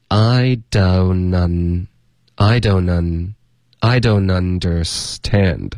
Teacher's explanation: I don't 这里特会省略，然后省略是彻底的省，不需要一个干脆的停顿 · Term: 连读